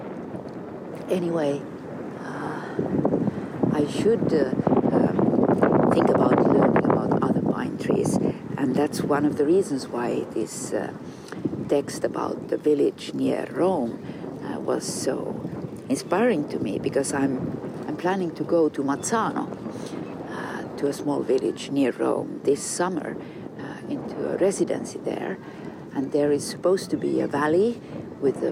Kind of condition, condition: setting, outdoors